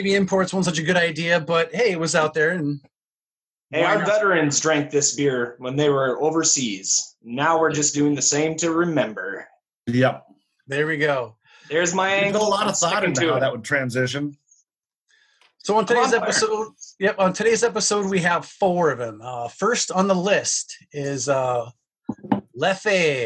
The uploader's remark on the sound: Welcome once again to another Zoom episode of Brews, Booze, & Reviews! We stared at screens the whole time.